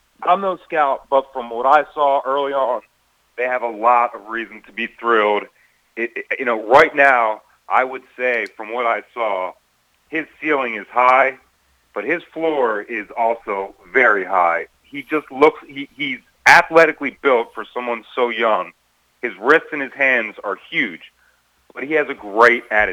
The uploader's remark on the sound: called